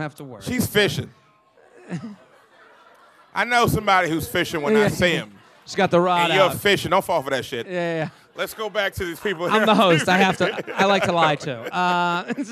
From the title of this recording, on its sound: LIVE From Laugh Boston